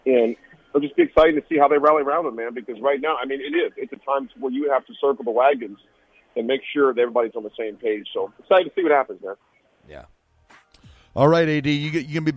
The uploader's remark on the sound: calls in from Houston!